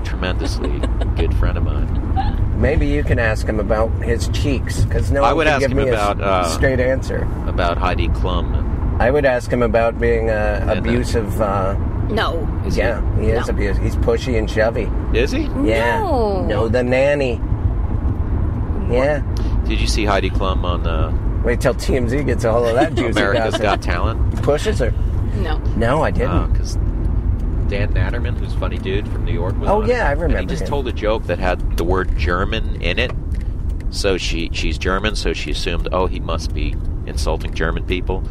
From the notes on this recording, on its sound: Jumps into the Honda at LAX to do all the best shows in Los Angeles.